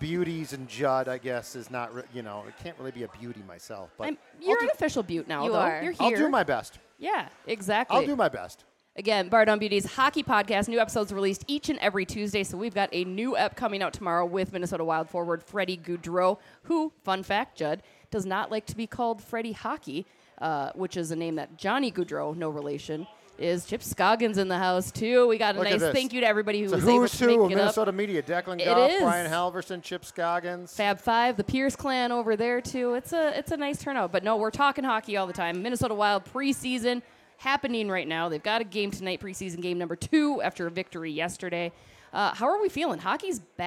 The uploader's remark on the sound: we were live from Ray J's American Grill